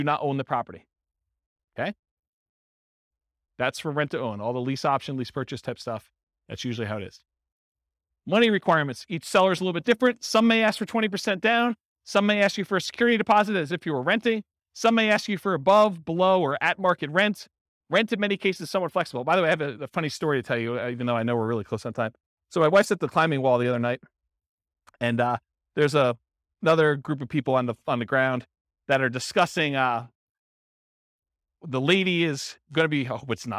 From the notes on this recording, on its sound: This was a live class recorded